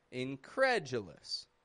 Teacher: It peaks in the middle and it goes flat on the D, U. · Term: syllable stress